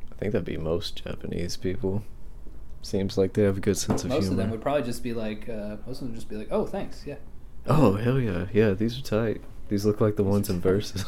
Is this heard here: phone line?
no